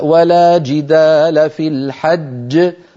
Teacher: يعني أنا الآن قارئ عم بقرأ وبدي أقف على كلمة فيها، بدي أوقف على قوله تعالى ولا جدال في الحج، ما المطلوب مني؟ أليس المطلوب مني أن أقلقل الجيم الثانية · Term: قلقلة